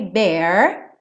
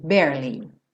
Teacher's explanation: Nesse barely, o E do meio não é pronunciado. Então você enrola a língua para o R, bear, e já vai para o li, barely.